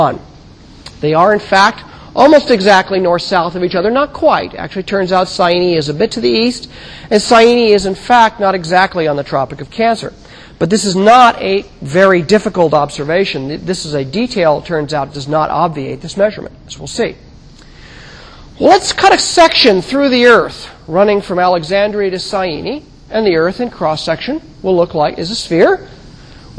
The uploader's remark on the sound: Recorded 2007 Sep 24 in 1000 McPherson Lab on the Columbus campus of The Ohio State University.